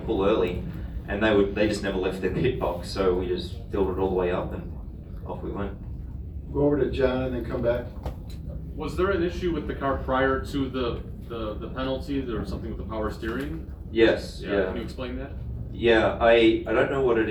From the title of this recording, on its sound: Live from Daytona